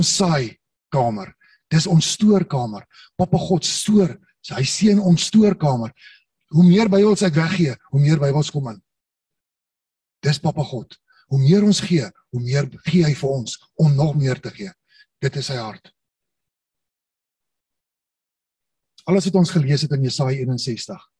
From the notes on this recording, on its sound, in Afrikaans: Manne van die Woord Zoom Byeenkoms 29 Maart 2022